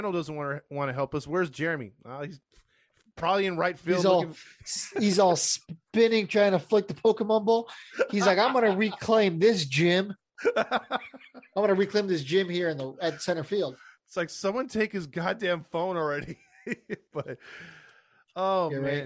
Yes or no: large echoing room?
no